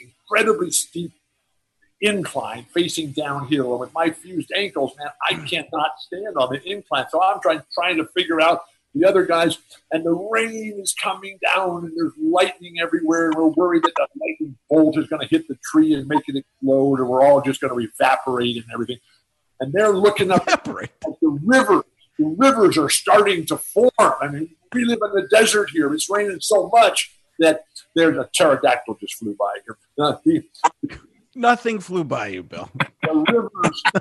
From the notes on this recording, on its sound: We present the interview in its entirety, uncut, fully unedited so you can experience it just as we all did on the zoom call!